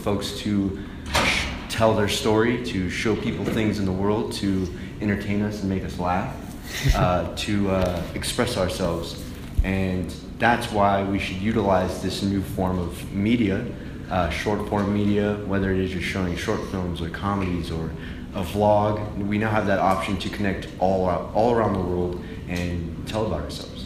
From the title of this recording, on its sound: Comic Con Panel